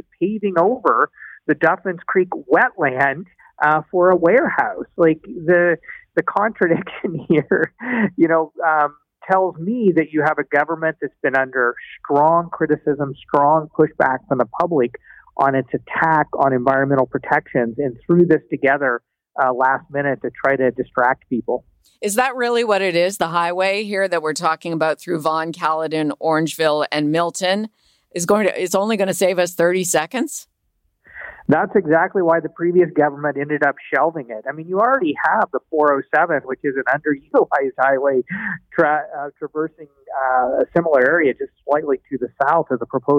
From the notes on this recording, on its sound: A couple of them phone in today to share their experience of getting the vaccines. Two Ontario Snowbirds.